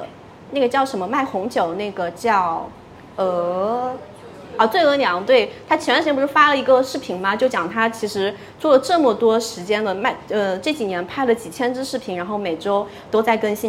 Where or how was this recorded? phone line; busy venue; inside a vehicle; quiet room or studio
busy venue